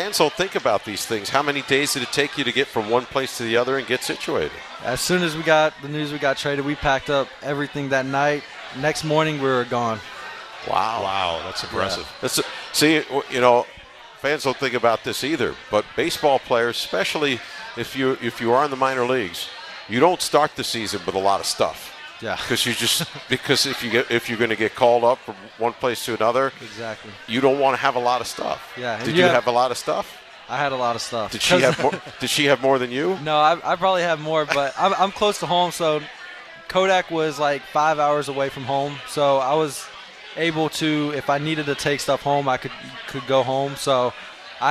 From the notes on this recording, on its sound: live from Duffy's Sports Bar & Grill